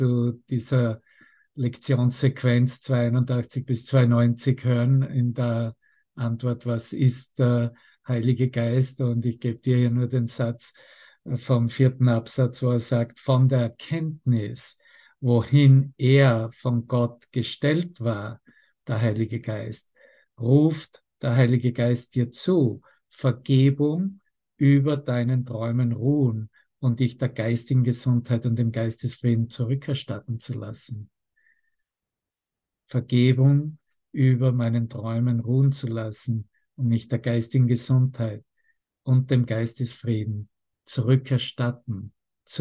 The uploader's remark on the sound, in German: Zoom-Session. Veranstaltet von der Aleph Akademie.